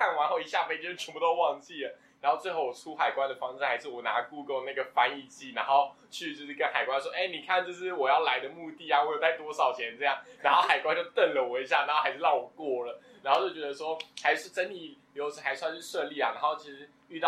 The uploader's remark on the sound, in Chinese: 三個師大屁孩沒有錄音設備，還是決定亂七八糟開始錄看看試播集